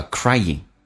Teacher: Crying 后鼻音说成前鼻音